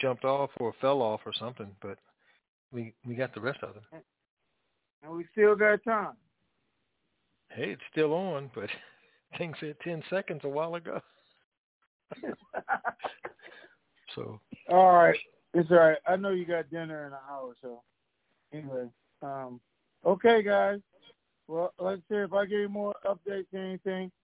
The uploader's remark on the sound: TNTSuperfantastic Conference Call